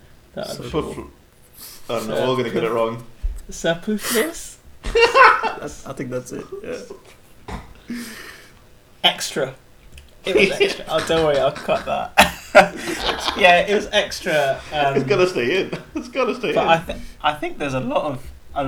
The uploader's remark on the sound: Apolgies for the occasional echo and interference, we decided to record this pod in the batcave.